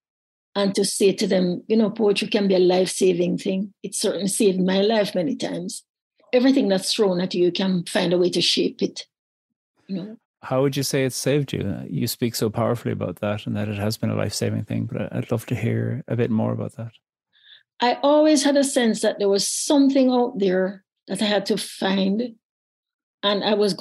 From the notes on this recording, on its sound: As part of a celebratory launch party for the new Poetry Unbound book. A joyful Zoom room of poetry lovers and listeners of the show, old and new.